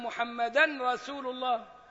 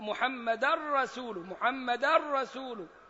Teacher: ومحمدا منونة وجاية بعدها الراء فيها إدغام كامل زي اللام · Shown in: second take · ما ينفعش أقول أن محمدا رسول الله، لا، محمدا رسول، محمدا رسول.